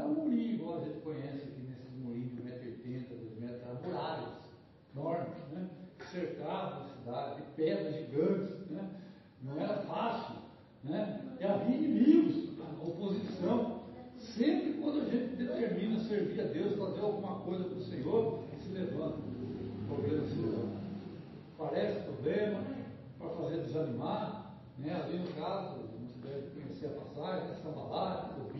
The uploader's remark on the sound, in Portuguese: Mensagem gravada em 19/02/2023 - Culto da Família